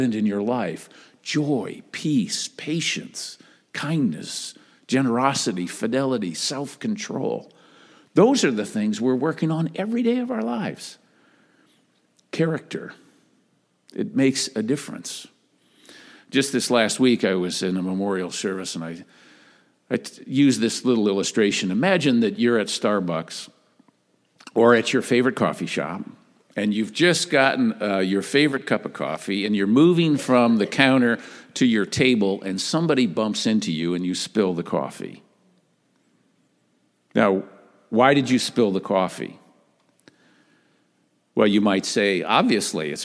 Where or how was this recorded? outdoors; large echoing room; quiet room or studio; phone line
large echoing room